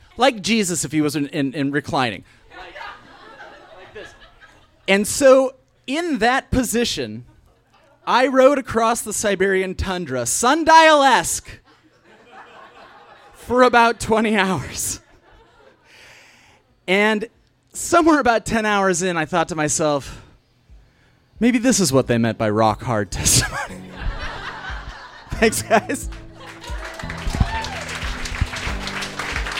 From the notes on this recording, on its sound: Was recorded live on 14 June 2016 at Tiger!